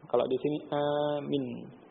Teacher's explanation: Kalau di sini amin, minnya pendek. Mim terus nun ya, tanpa ya.